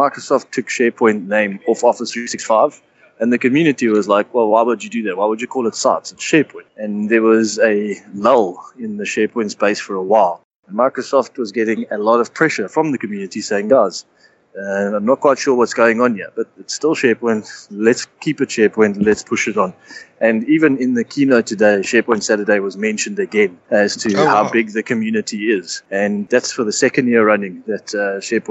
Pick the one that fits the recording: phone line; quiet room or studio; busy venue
busy venue